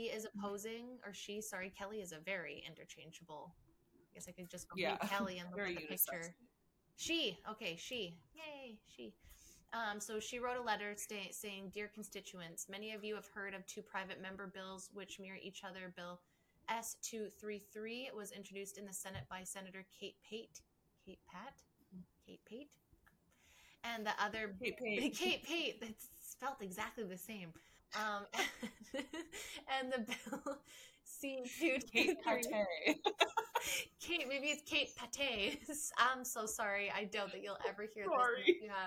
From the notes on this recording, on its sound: PS my real camera didn’t record so sorry for the shit version. You guys can see now why I use my phone over my laptop.